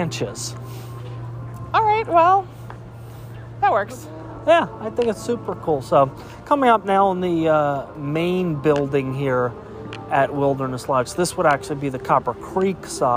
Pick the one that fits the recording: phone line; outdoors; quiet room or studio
outdoors